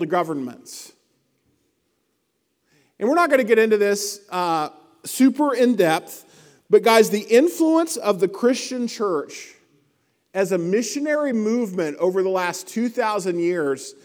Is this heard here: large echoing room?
yes